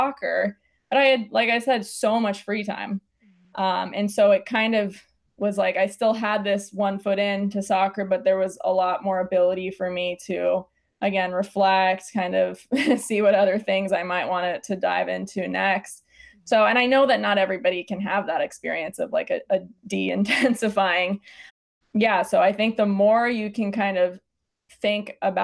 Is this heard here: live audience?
no